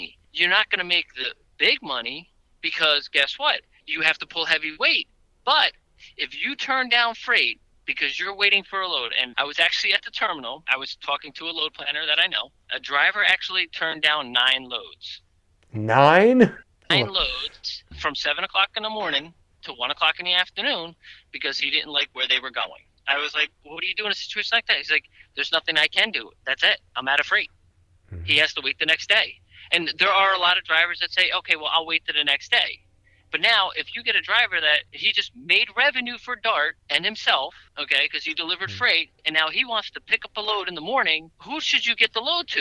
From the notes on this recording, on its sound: During our phone interview